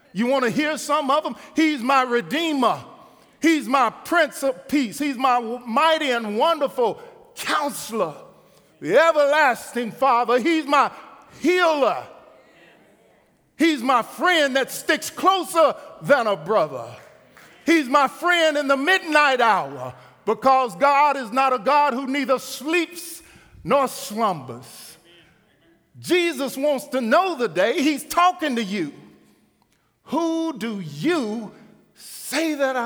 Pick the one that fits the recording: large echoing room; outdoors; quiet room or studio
large echoing room